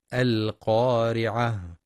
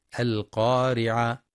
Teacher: ينتبه القارئ لتفخيم القاف في أعلى مراتبها لأنها مفتوحة وبعدها ألف، ولترقيق الراء لأنها مكسورة، والوقف على التاء المربوطة هاء ساكنة مع بيان صفة الهمس فيها · Shown in: first take · القارعة، حيث يخطئ من يقرأ القارعة بإسقاط الهاء وقفا القارعة، والصواب إتمام الهاء وهمسها.